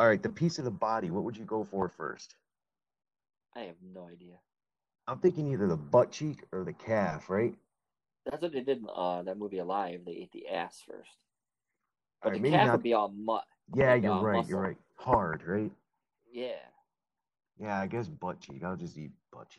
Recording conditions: video call